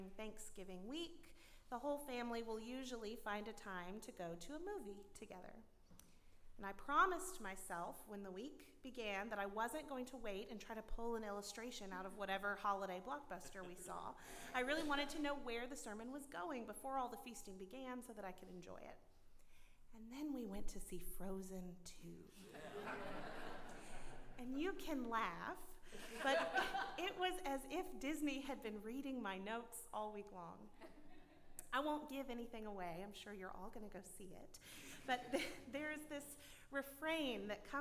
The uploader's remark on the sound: at Northminster Church on December 1, 2019